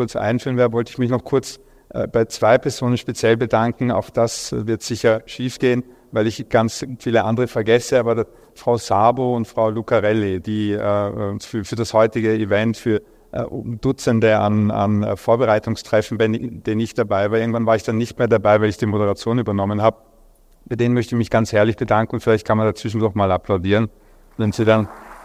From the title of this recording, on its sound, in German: Podiumsdiskussion am Sommerfest